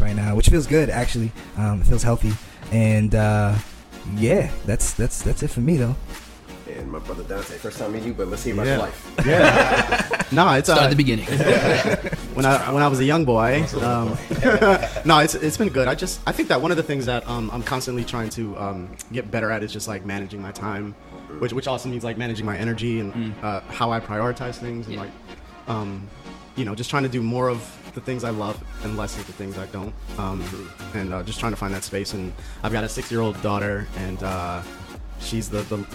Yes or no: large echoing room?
no